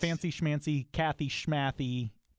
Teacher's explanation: It seems to be replacing the first sound with schma. · Term: schma reduplication